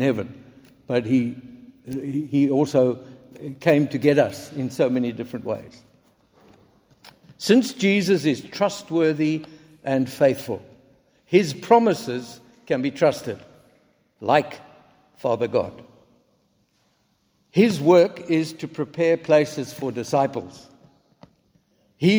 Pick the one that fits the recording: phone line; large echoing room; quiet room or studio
large echoing room